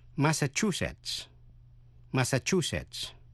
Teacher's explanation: Nhấn mạnh vần thứ ba